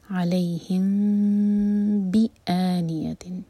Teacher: تو یہاں پر ہم کریں گے اخفاء شفوی، میم کو ٹائم دیں گے لیکن ہوٹو کو ٹائٹ بند نہیں کریں گے. علیہم بآنیتن، بی ایک حرکہ، اس کے بعد حمزہ کا cut off sound, بی a not بی آ، بی آنیتن، آ مد بدل ہے دو حرکہ لمبا، بی آنیتن من.